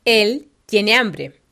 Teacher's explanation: So here, we see that the verb tiene ends in the vowel I, and that the next word, which is the noun hambre, begins with an H, and then the next letter is the vowel A. And because the H is silent, the I and the A fuse together. · Term: fusion of vowels